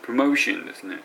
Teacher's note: プロモーテ、モーで高なっとるんですね